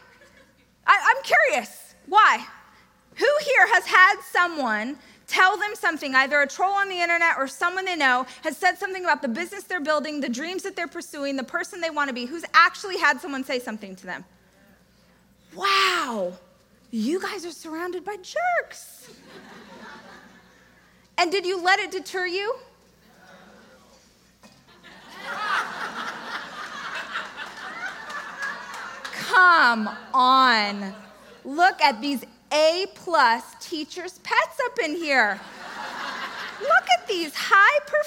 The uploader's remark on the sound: This excerpt is taken from my keynote speech. Amazing event Experts Academy.